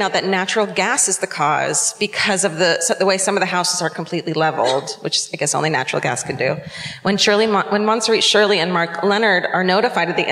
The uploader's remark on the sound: Live at the Old National Centre in Indianapolis